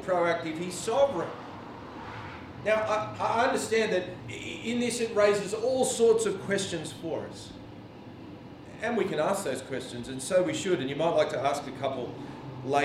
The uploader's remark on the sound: This sermon was preached on 11 June at all services of Helensburgh and Stanwell Park Anglican Church.